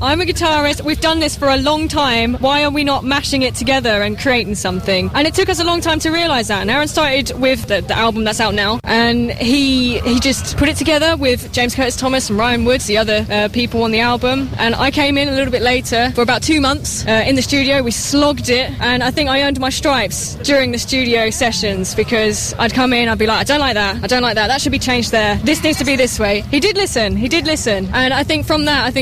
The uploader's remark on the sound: From Download Festival 2017. Backstage at Download Festival 9 Jun 2017 – 11 Jun 2017.